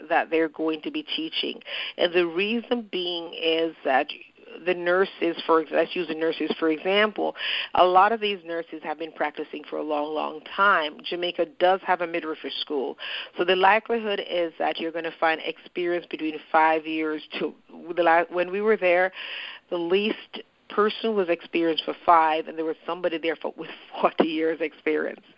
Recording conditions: phone line